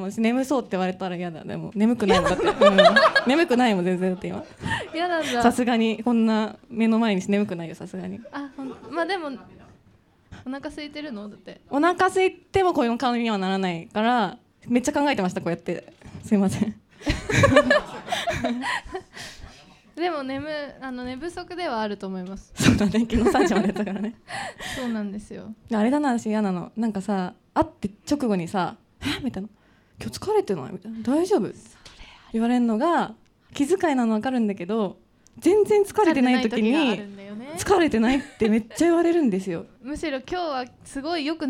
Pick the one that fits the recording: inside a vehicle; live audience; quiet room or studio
live audience